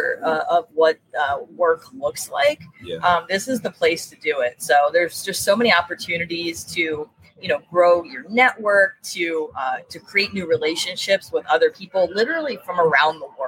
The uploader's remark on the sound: Come to you live from New Orleans at the SHRM 22 Annual Conference.